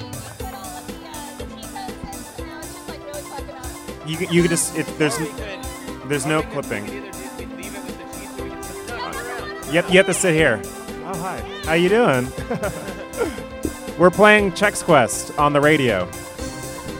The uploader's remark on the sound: Live from INTERNET YAMI-ICHI